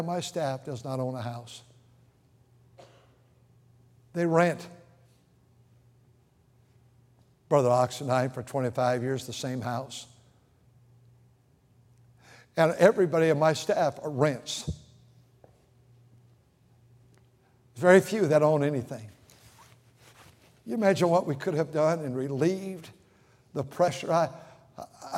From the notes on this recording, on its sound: During the Wednesday Evening service on November 29, 2023, at North Valley Baptist Church in Santa Clara, California.